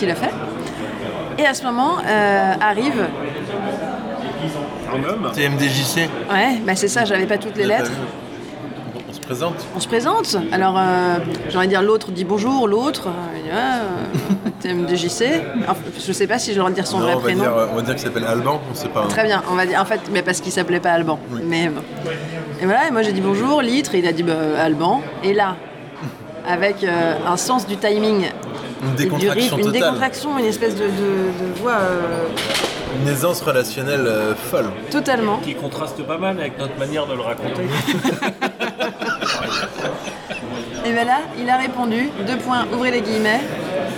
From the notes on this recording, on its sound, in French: On en à fait un LAPEUPRET en voiture. Soit un épisode avec beaucoup de bruits de fonds, rapport à la technique approximative de LAPEUPRET. Enregistrement : le Stitre : le studio de la Litre.